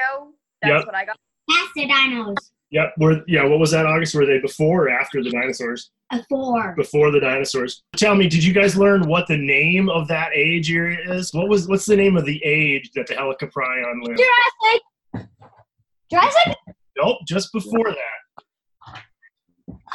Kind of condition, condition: link, video call